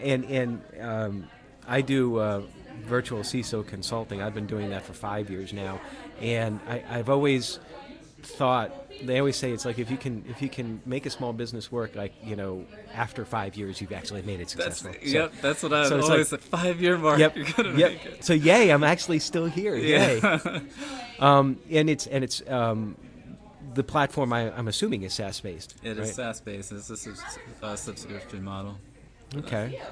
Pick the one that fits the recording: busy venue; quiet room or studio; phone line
busy venue